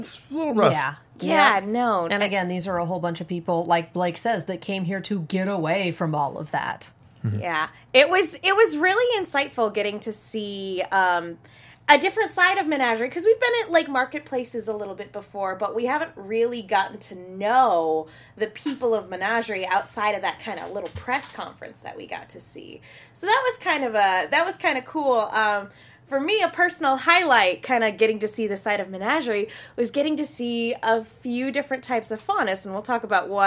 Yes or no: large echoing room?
no